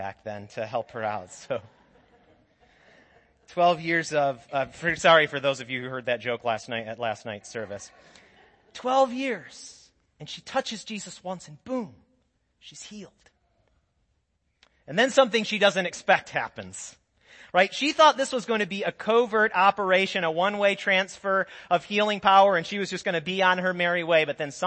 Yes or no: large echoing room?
yes